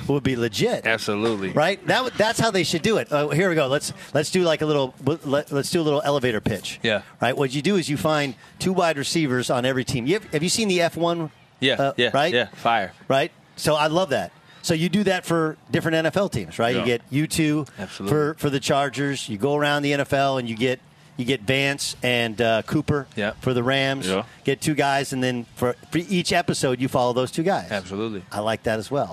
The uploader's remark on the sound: LIVE from Chargers training camp in Costa Mesa, CA